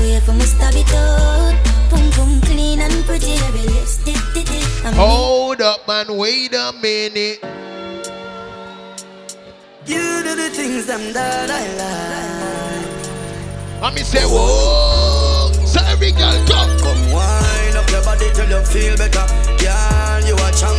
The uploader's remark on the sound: Live Audio: Twice As Nice The Day Party